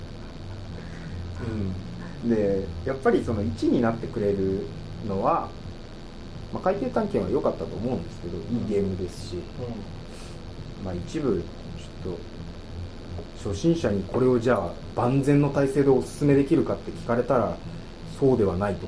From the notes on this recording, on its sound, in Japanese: １月に録音したものです。音質が悪く聞き取りづらいかと思いますがご容赦ください。